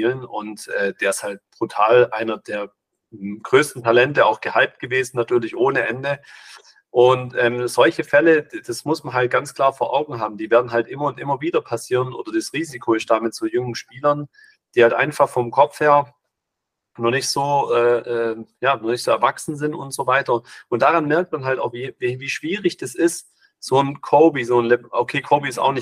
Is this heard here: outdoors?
no